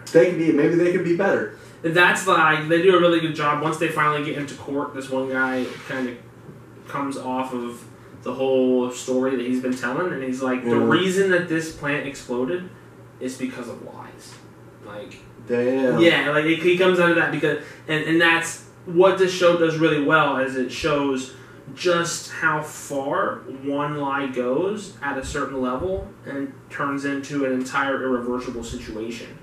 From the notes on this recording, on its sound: Sorry in advance for poor audio quality. We had some recording hiccups.